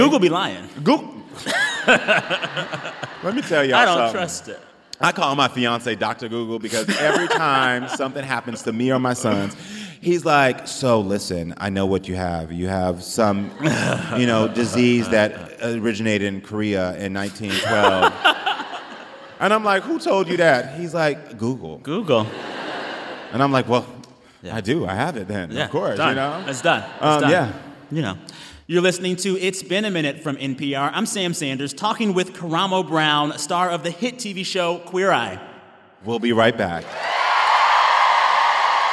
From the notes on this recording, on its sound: Recorded in front of a live audience at Sixth & I in Washington, D.C.